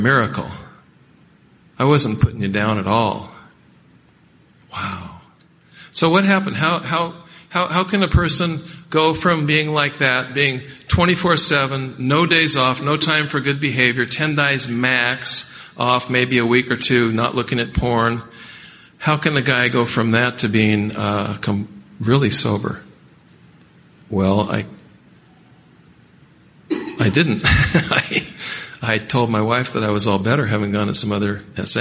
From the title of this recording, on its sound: Friday Night Speaker - 2017 Ontario Conference